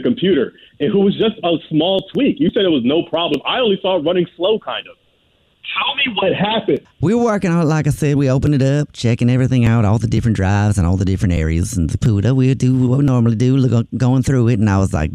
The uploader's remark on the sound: Phone Prank